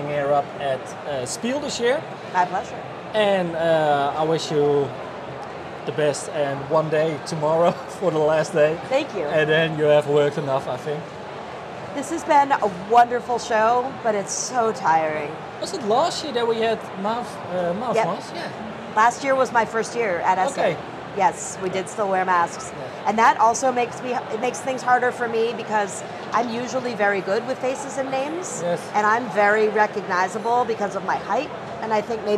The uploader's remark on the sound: recorded a few interviews with different publishers live at Spiel